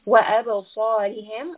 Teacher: صَاد is a heavy letter, so we are having a mouthful sound